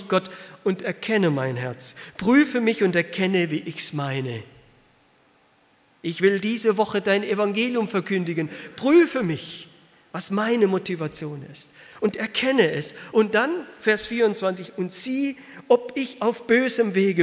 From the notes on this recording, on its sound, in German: aus dem Gottesdienst der Liebenzeller Mission